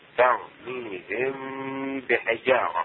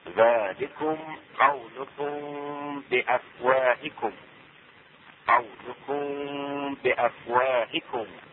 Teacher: معناه الشفوي يعني نسبة إلى خروج الميم من الشفتين، وتخفى الميم الساكنة عند الباء بغنة · Term: إخفاء الميم الساكنة